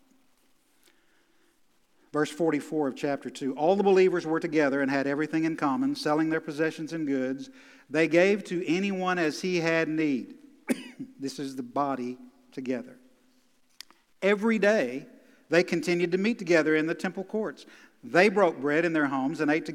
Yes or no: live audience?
yes